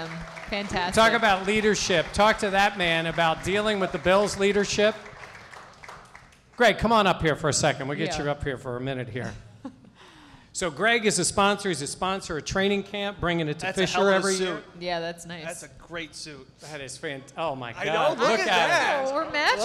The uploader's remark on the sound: live event at Three Heads Brewing in Riochester